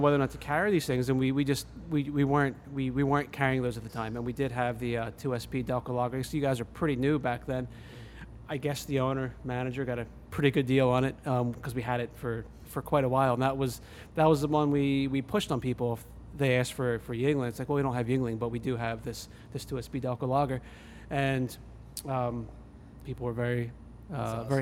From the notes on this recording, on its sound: We travel to the pride of Delco PA: 2SP Brewery. Beer crew to remote cast live from the brew floor.